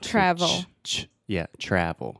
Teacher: you're making the TR sound, and then you're combining that with the American R sound, which is the r, r.